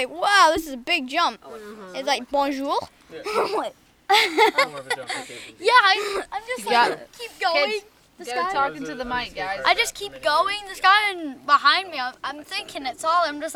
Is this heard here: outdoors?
yes